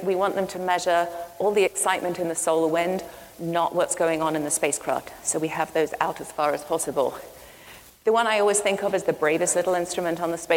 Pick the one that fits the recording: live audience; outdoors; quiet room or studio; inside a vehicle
live audience